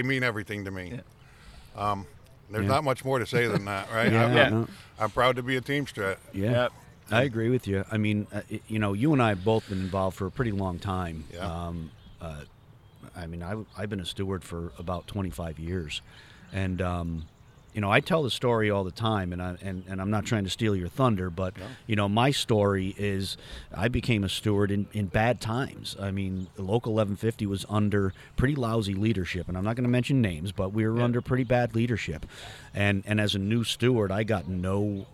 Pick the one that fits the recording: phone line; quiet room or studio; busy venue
busy venue